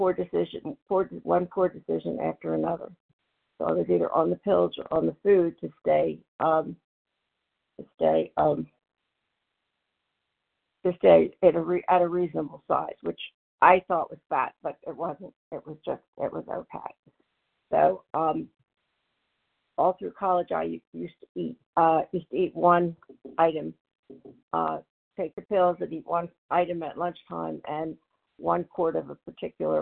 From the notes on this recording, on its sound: from the 100 Pounders Phone Meeting, 10/13/23